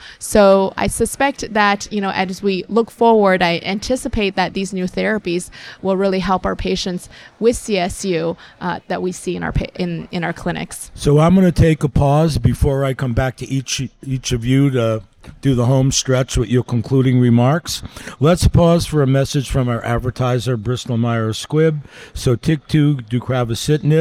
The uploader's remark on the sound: live at Winter Clinical Hawaii 2024